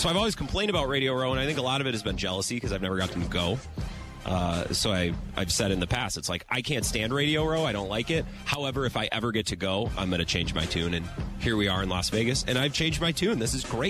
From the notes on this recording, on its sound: Radio Row Day 1. Broadcasting live from the Super Bowl's Radio Row in Las Vegas!